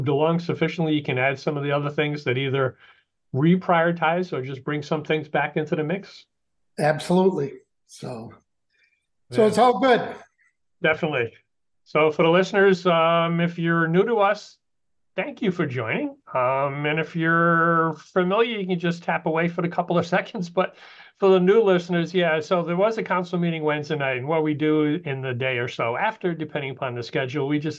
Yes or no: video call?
yes